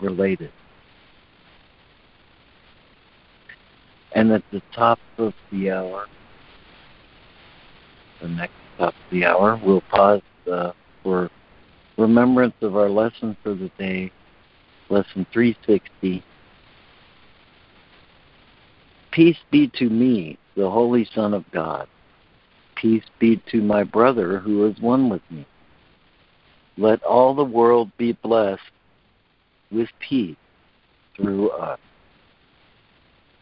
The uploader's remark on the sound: ACIM Daily Conference Call.